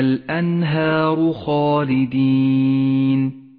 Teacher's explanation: الأنهار خالدين، الأولى مرققة والثانية مفخمة، والألف كما علمت سابقا تتبع ما قبلها في الترقيق والتفخيم. · Term: الألف المرققة والألف المفخمة